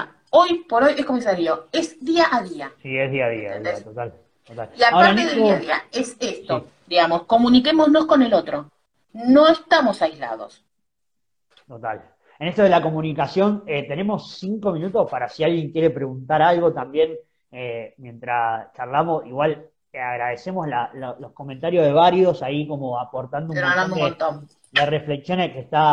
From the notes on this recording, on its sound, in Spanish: por IG Live